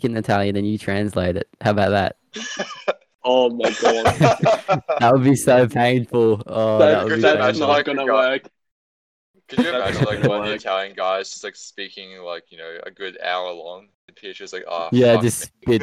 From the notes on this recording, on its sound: Join me over discord this episode. Sorry for the sound quality.